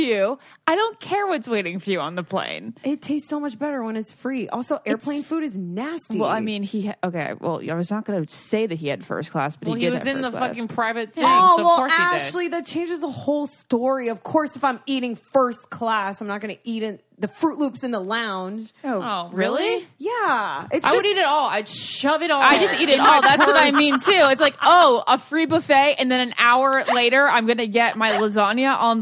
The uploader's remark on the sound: Some I Don’t Get It listeners call in to tell some dramatic stories about their time in a sorority.